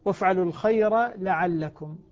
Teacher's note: ما ندغم الراء في اللام هنا لأنها جاءت مفتوحة بعد ساكن